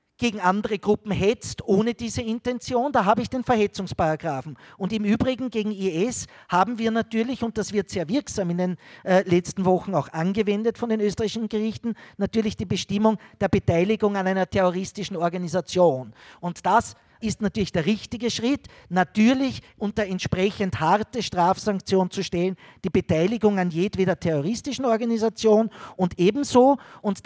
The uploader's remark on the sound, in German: Fortsetzung der Lesung und Diskussion in der Roten Bar des Volkstheaters. Im zweiten Teil des leicht gekürzten Mitschnitts sind Lesung und Diskussion der letzten beiden Textpassagen, sowie die anschließende Publikumsrunde zu hören.